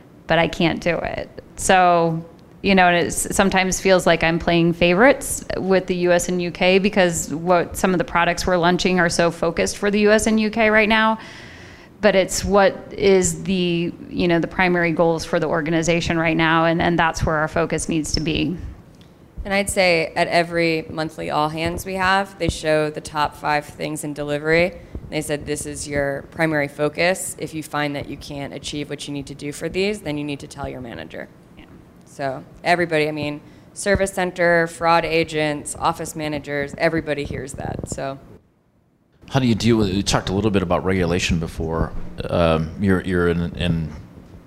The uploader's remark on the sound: This is the audio recording from the live event on 7/7/2016.